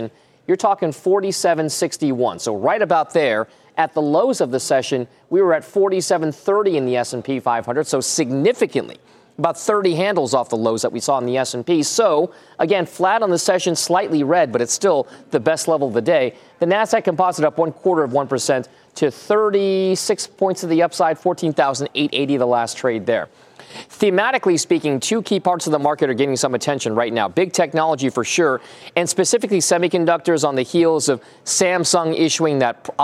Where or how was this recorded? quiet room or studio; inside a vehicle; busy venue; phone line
busy venue